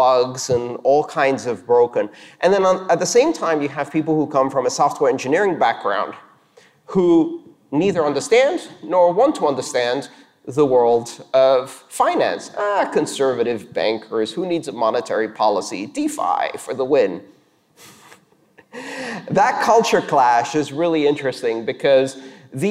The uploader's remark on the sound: This talk was delivered on December 12th, 2019 for the La Bit Conf Latin American Bitcoin and Blockchain conference in Montevideo, Uruguay.